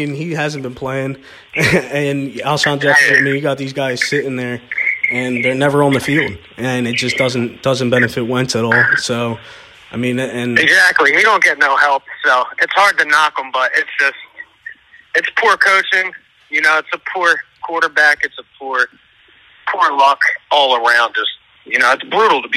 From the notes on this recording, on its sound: w/ live callers